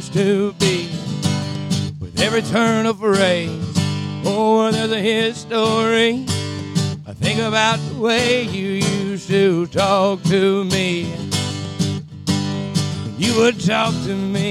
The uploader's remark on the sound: LIVE Once Again from Silver Saloon